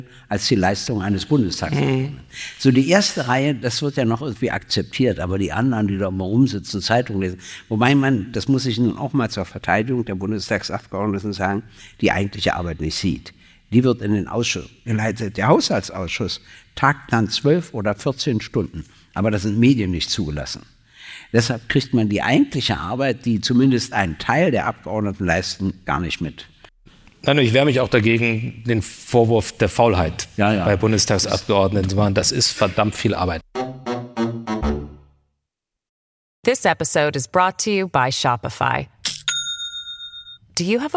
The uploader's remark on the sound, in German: Im Babylon Berlin. Ihr Publikum aufgerufen, Fragen zu stellen, welche sie live auf der Bühne beantworten.